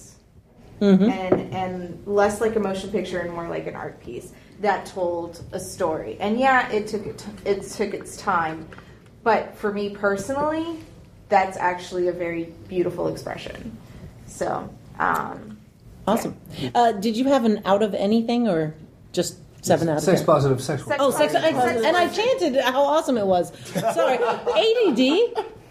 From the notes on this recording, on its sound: This was recorded at Balticon 51